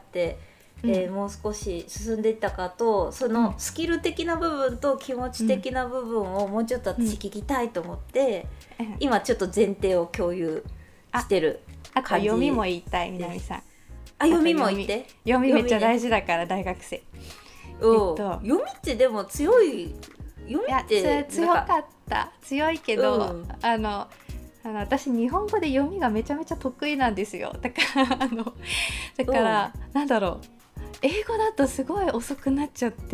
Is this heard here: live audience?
no